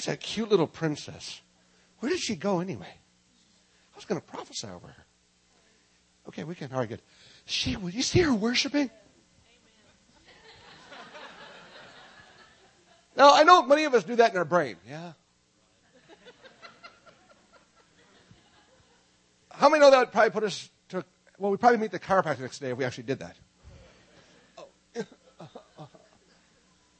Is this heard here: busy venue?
no